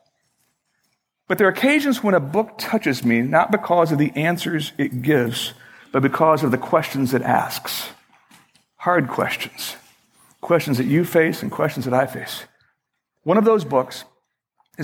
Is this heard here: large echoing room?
yes